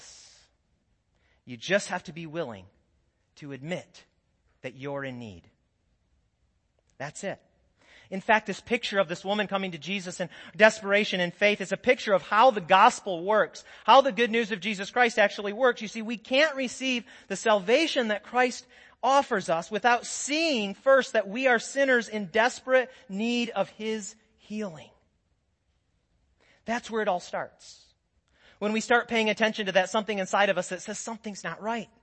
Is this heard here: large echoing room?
yes